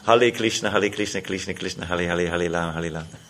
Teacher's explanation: the Chinese can't pronounce the R. That comes out L. So this one fellow is trying to chant, you know, Hare Krishna, there's a lot of R's in the mantra.